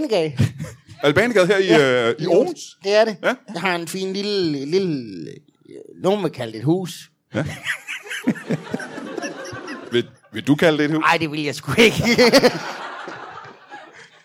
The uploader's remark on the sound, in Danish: LIVE fra Teater 95b i Odense